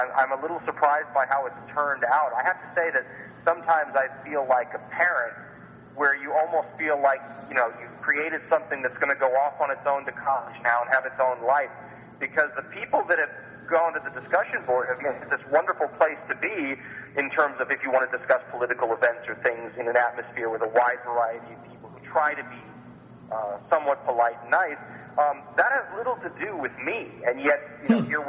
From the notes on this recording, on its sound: Phone Guest.